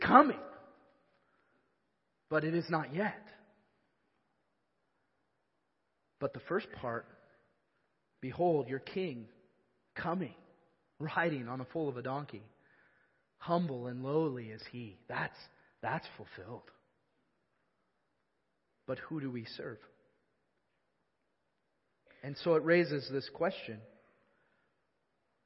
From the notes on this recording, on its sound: Evangelical Free Church of Canton